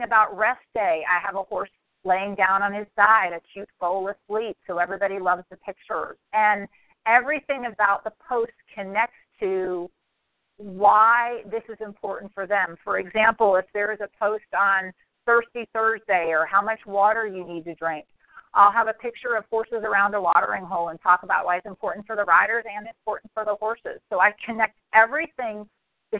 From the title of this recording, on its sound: Team Elite Conference Call